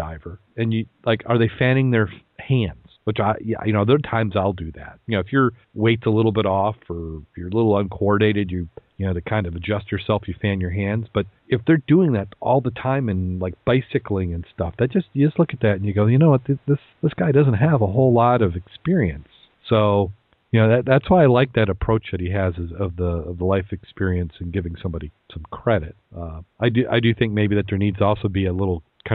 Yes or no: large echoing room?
no